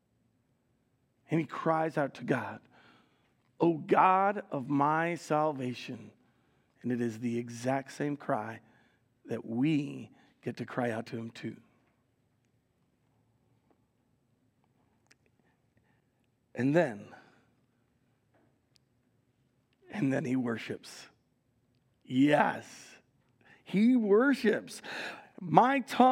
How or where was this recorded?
large echoing room